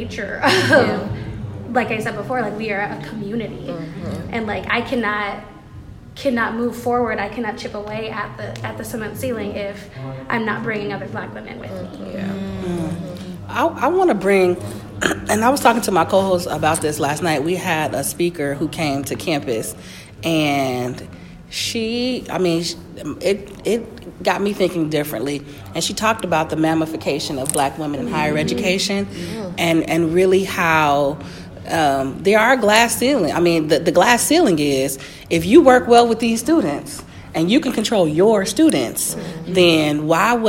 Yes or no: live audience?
yes